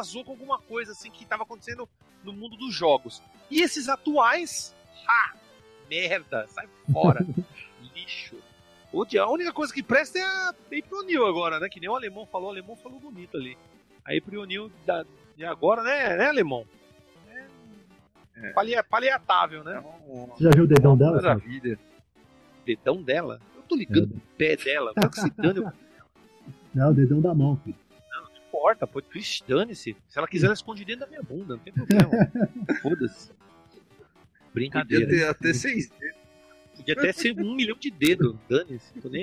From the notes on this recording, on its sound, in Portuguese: gravação direto no HANGOUT